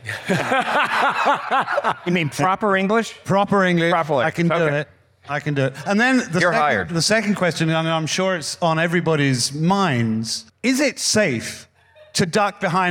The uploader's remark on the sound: Talking Classic Cars debuts our first live interview session at the 2022 Pebble Beach RetroAuto Forums. In front of a live audience.